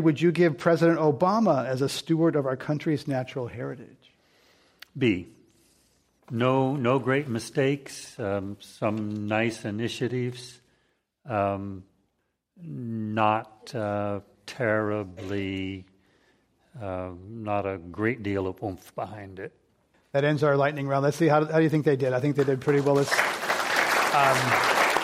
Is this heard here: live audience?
yes